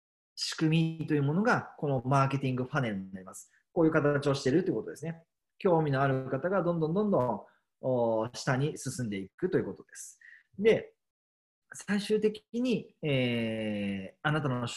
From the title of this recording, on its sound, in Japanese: zoomセミナー